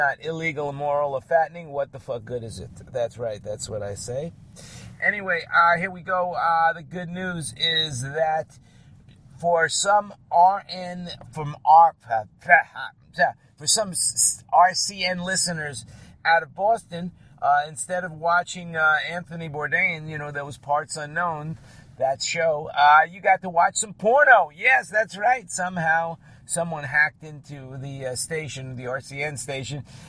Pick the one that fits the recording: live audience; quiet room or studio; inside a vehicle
inside a vehicle